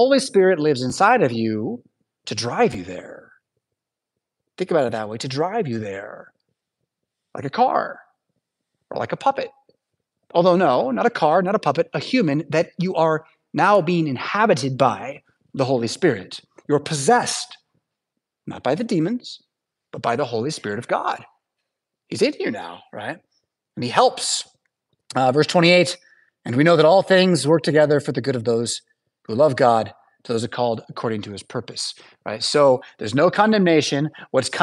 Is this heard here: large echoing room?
yes